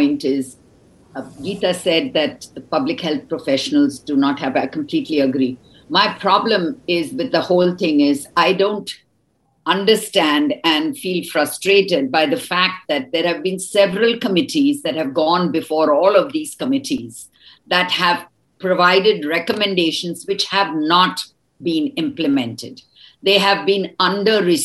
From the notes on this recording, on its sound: This is a zoom recording